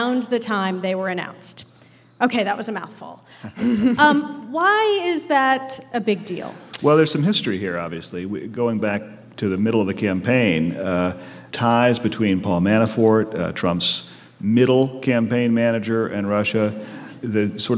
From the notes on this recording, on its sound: Recorded Friday night at the Warner Theater in Washington DC, in partnership with member station WAMU.